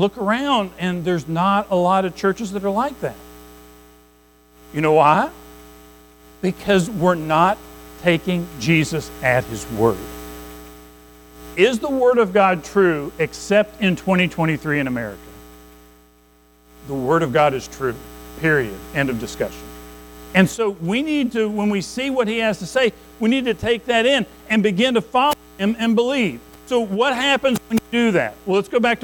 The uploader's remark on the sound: Recorded at Madison Baptist Church in Madison WV on May 21, 2023.